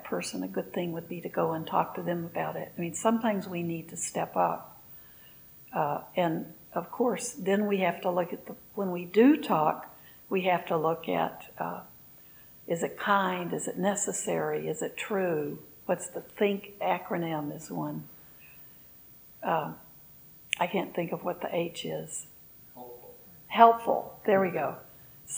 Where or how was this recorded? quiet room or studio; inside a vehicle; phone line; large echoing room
large echoing room